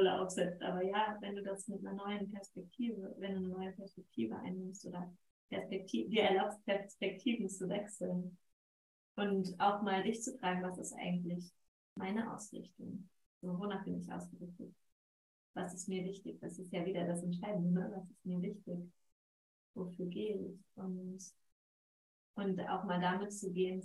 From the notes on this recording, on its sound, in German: Entschuldige die Tonqualität dieser Folge. Irgendetwas ist bei der Aufnahme schief gelaufen.